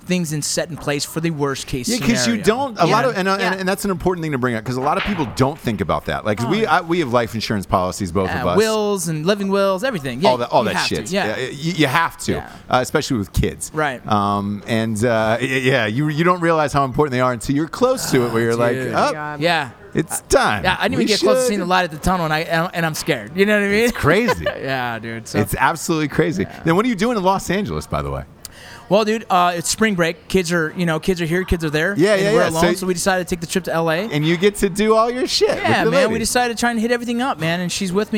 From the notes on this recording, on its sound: As they go live from an LA dive bar.